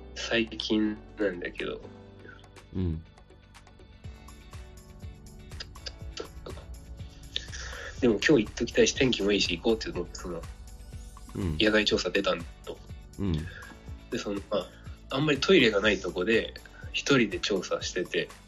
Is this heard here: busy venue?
no